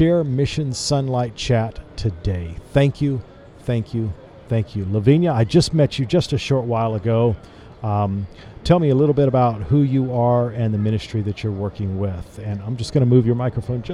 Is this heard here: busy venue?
yes